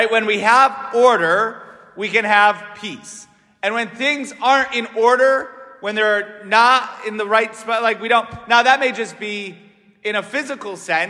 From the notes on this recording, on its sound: St Francis Catholic parish homily